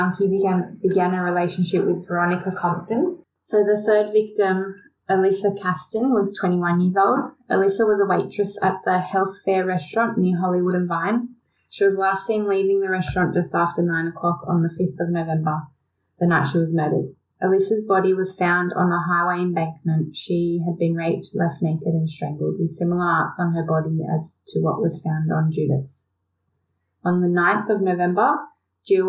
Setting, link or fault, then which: fault, poor sound quality